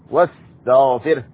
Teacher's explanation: الهمزة هنا همزة وصل، الواو مباشرة للسين